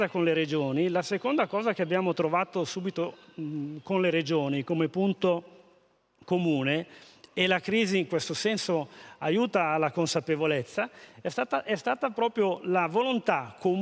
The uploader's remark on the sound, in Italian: al Festival dell’Economia di Trento 2021